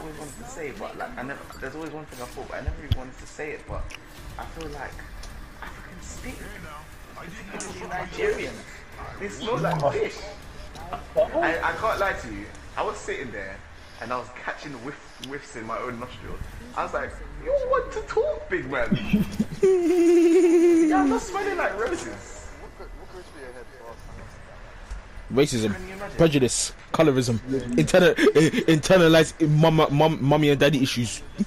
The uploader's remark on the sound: Sorry for the bad audio this week.